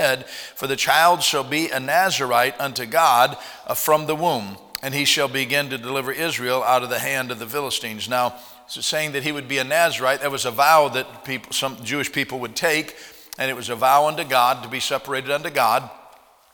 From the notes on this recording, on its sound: at Heritage Baptist Church, Lawrence Kansas on Tuesday Chapel, January 19th, 2021